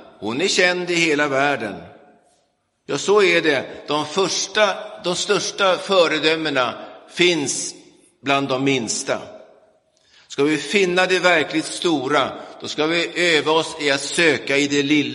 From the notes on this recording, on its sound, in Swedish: Inspelad i Roseniuskyrkan den 5 mars 2023.